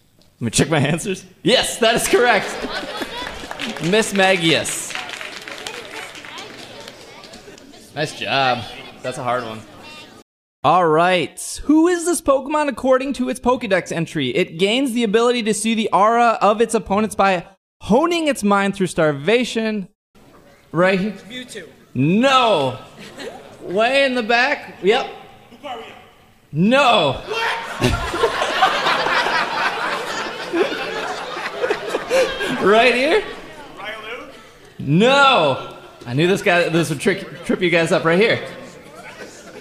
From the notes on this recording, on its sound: Live Show Recorded live at C2E2 2017. You hear a lot of "nopes", but they are kept. This has been cut down from fully live version!